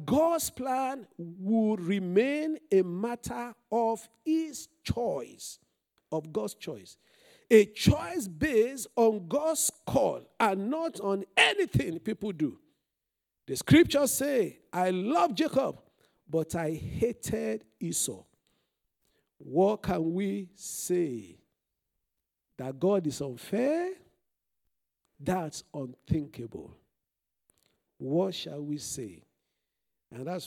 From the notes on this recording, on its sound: This Sunday Service message preached